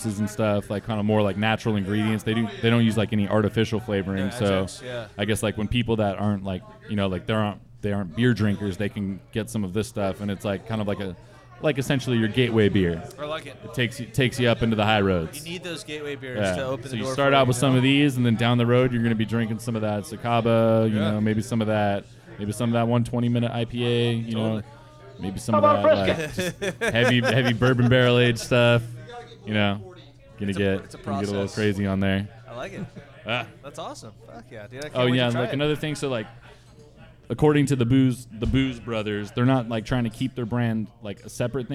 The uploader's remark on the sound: Recorded live at The Local!